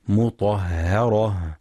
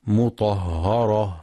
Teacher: وينتبه لترقيق الهاء مطهرة، فلا يقرأ مطهرة بالتفخيم · Shown in: first take